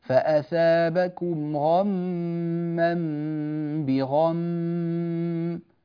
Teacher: فالميم المشددة حكمها إظهار الغنة سواء وقفنا عليها أو وصلناها قولا واحدا